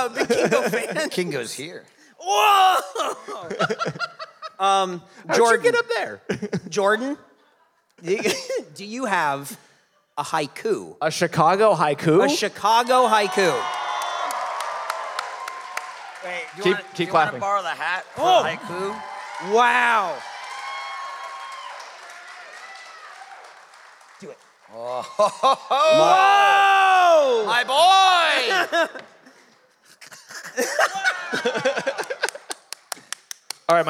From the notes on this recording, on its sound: This episode was recorded Live in Chicago at Thalia Hall.